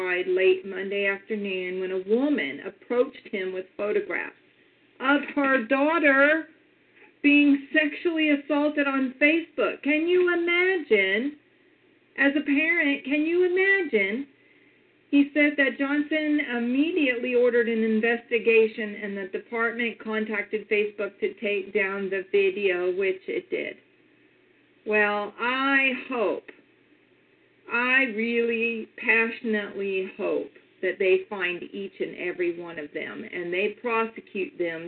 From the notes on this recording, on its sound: your phone calls